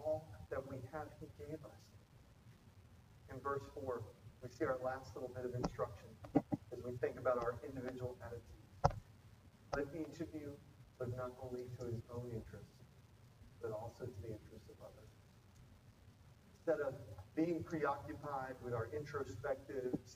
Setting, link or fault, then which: fault, poor sound quality